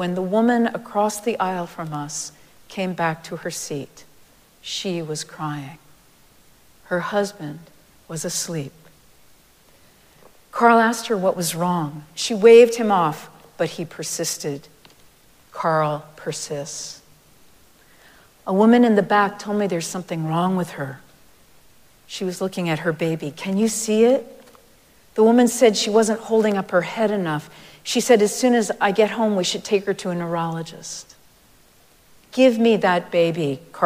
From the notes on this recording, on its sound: Recorded live at Arlington Street Church, Sunday, May 21, 2023.